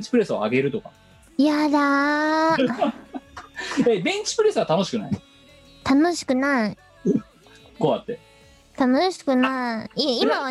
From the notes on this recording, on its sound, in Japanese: 本番組はリモート収録です。収録時環境の影響により、聴き取り辛い部分があります。今週もリモート収録で四苦八苦。